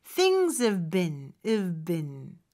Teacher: 요거는 사실 비슷한 발음이라서 앞에 V 발음보다 뒤에 B 발음이 더 강력하게 나거든요. 그럴 때는 V 발음이 잘 안 들릴 수도 있습니다. Things have been 이렇게 나는 거죠.